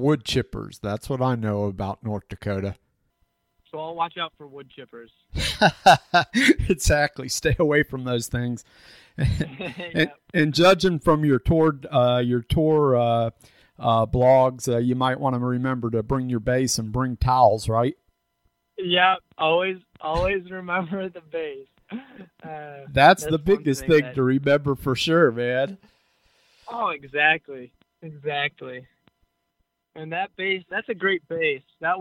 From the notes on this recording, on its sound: We jump on the phone for a fun and enlightening conversation.